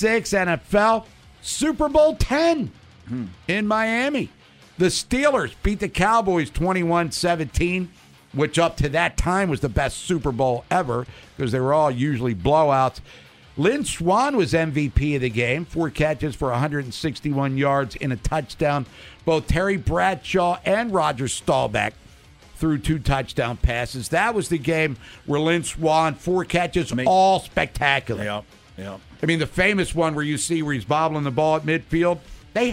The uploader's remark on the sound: Checks in live from Ravens practice. Calls in live from the castle.